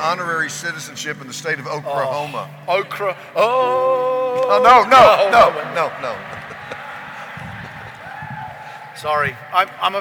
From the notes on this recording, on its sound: keynote message at Convergence Conference